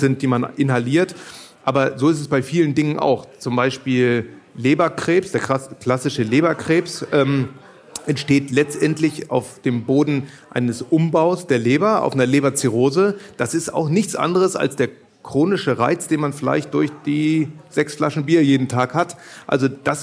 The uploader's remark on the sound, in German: Live vor Publikum aufgezeichnet.